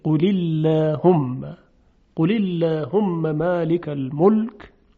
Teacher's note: قل اللهم در اینجا لام اللهم ترقیق شد. چرا؟ چون قبلش کسره بود. مالی لی ماله باز ترقیق میشه، مالک ال باز ترقیق میشه این لام، الملک این هم ترقیق میشه.